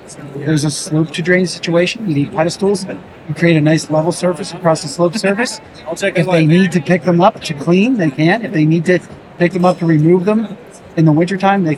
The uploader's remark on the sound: LIVE from Greenbuild 2023. In this bonus episode, we share a LIVE conversation from the 2023 Greenbuild International Conference and Expo in Washington D.C.